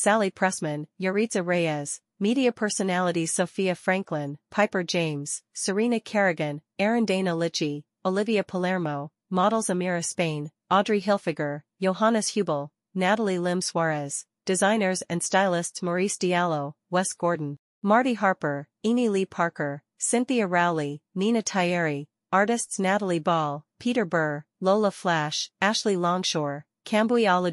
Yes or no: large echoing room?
no